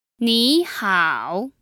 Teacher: the first character was a third tone, and the second character was also a third tone.